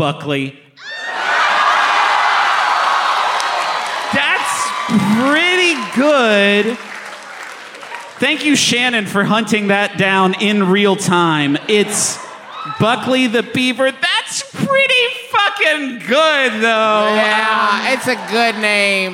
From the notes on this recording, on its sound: Live from the Balboa Theater during San Diego Comic-Con 2023